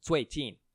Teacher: 最近 is a double fourth tone spelled Z-U-I and J-I-N.